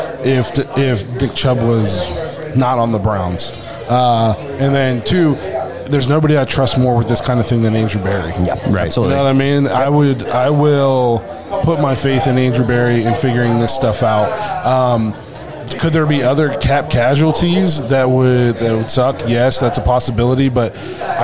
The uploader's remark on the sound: We record LIVE from Shenanigans Bar & Grill in Dover, Ohio with the Tuscarawas County Browns Backers.